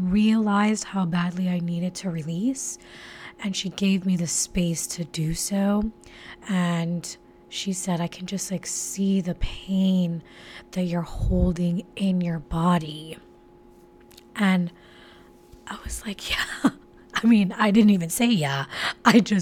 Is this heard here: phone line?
no